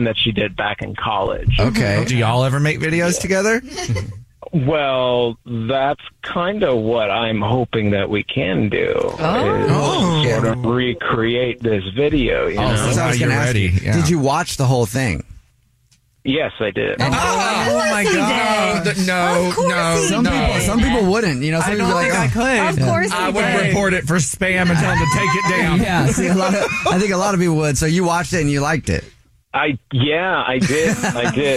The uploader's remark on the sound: There is a guy on the phone